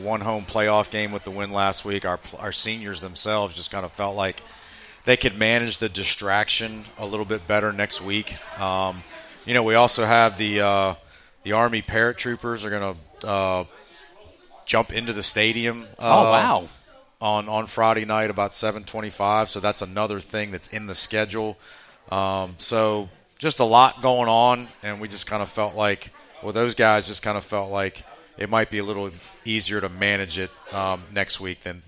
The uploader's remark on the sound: LIVE from Vinson's Pub+Eatery